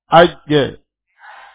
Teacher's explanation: Huruf jim adalah huruf qalqalah. Setelah terjadi syiddah, kemudian muncul sifat qalqalah. Tertahan, kemudian terjadi pantul. Tertahan dan lepas.